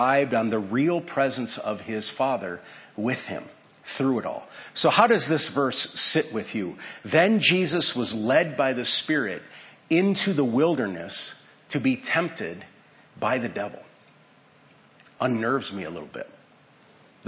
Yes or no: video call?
no